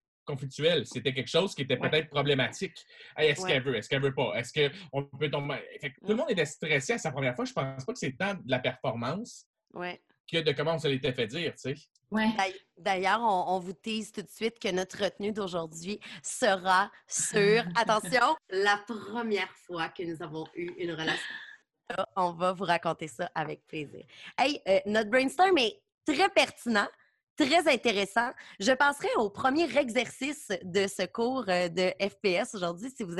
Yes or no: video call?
yes